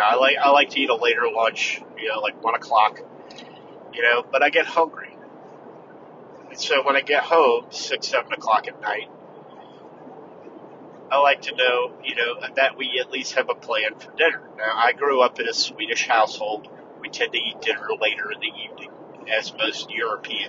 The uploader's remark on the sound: In the Car